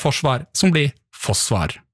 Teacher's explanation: forsvar som blir fossvar, og R-en drukna